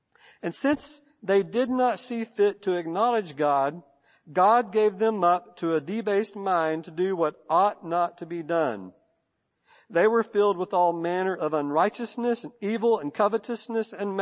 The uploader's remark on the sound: First Baptist Church Belton Texas Sunday Morning Sermon.